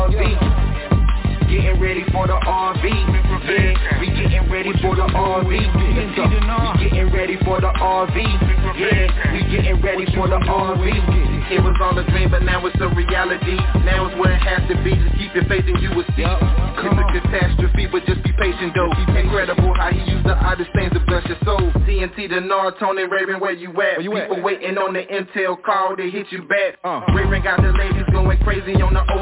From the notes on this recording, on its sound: TNTSuperfantastic Conference Call